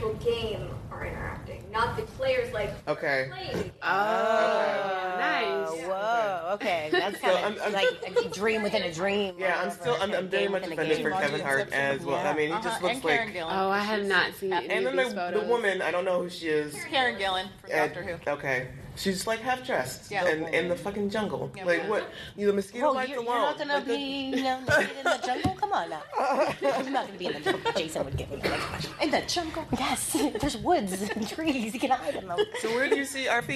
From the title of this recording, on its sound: LIVE Podcast